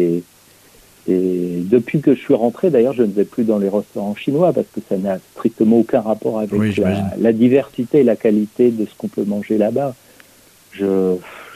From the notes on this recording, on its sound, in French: reçoit par téléphone le dessinateur